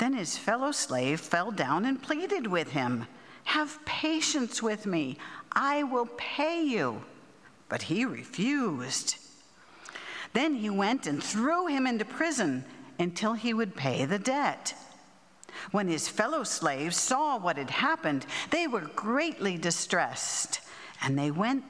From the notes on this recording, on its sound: At the Pender UMC contemporary service on Sunday, September 17, 2023